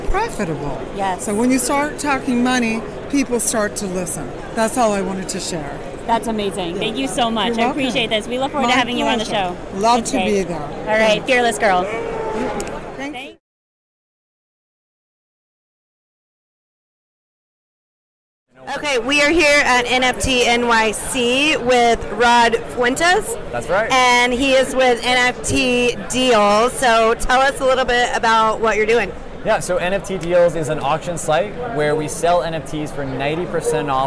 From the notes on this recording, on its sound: In this episode, we take you Live from NFTNYC 2022. We hit the floor & chatted with a variety of projects & people.